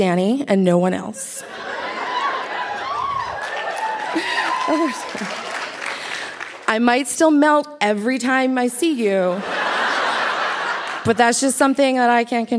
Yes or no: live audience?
yes